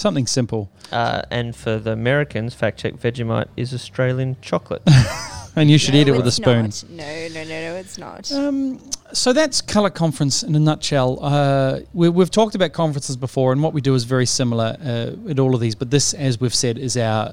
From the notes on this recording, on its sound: Recorded live during the setup for Colour Conference in Sydney Australia.